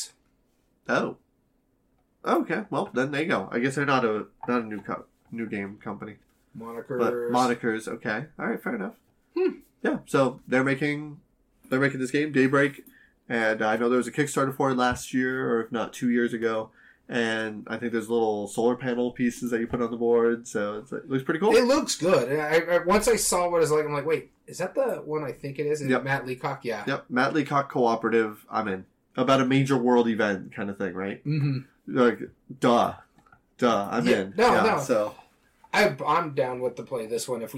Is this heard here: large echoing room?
no